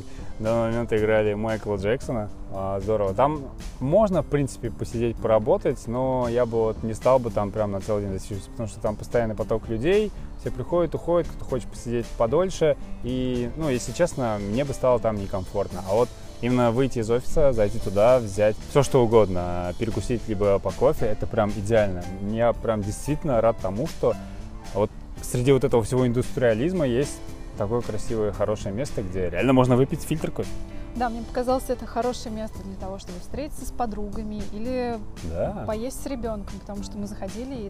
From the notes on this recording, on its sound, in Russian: Казань. В этот раз мы прошлись по шумной части города от улицы Калинина, вверх по Вишневского к парку им. Горького, а потом пешком дошли до Баумана.